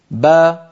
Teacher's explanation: خرجت الباء من الشفتين بالتباعد بينهما وصاحب ذلك تباعد للفكين